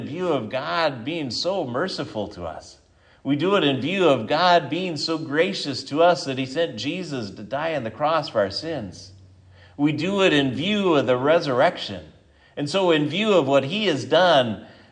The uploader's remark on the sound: This is the sermon from Sunday Sept 3, 2023 at Triumph Lutheran Church, Ferndale, Washington